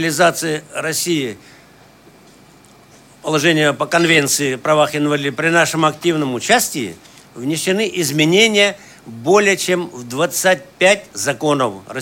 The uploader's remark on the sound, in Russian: Трансляция торжественной части итогового заседания Центрального правления ВОС 2015 года. Запись прямого эфира.